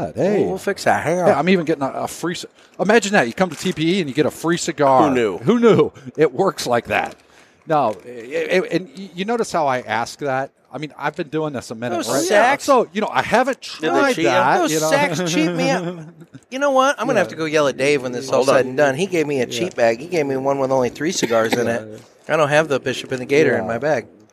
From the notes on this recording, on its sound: Coming to you from the show floor of TPE 2021.